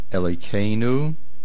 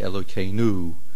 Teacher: When you say Elokeinu, make sure you put the stress on the hey. · Shown in: first take · There are many people who I hear put the main stress on the nu ending.